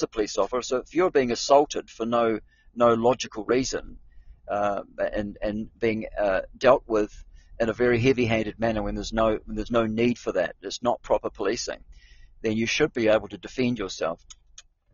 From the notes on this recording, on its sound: I'm on the move driving